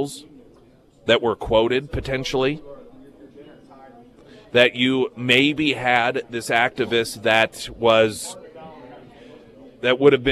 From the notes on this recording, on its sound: live at Scramblers Diner